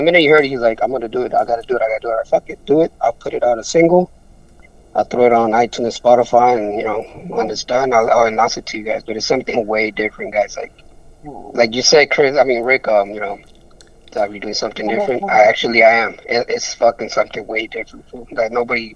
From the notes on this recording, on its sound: At the home of La Clika Podcast GruntCore Studios. We chopped it up on the phone.